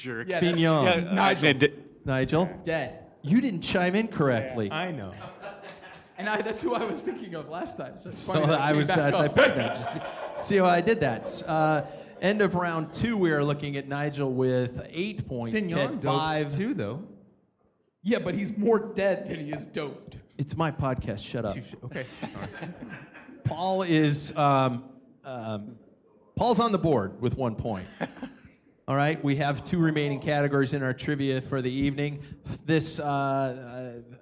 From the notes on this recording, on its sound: Packfiller LIVE. Packfiller is LIVE at River City Brewing in Spokane, Washington.